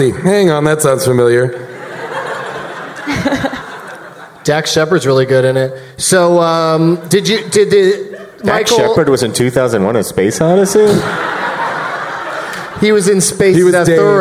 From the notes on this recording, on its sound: Live from the Gramercy Theatre in New York City.